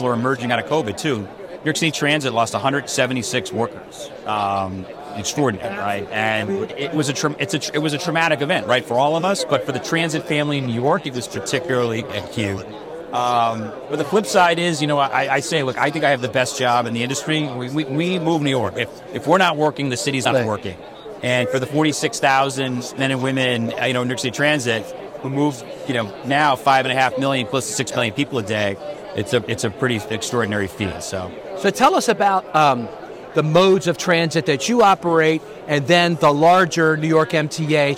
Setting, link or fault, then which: setting, busy venue